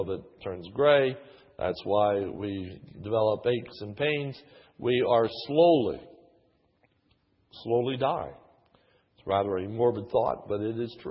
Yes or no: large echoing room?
yes